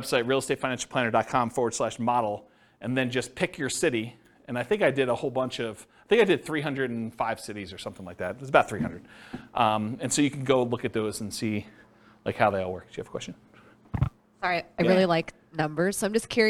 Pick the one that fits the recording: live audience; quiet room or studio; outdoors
live audience